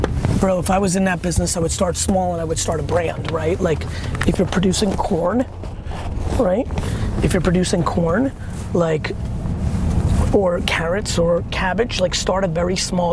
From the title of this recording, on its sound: In The Back Of A Car